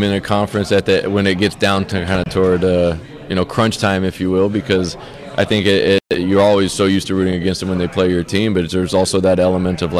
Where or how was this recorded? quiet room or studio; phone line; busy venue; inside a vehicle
busy venue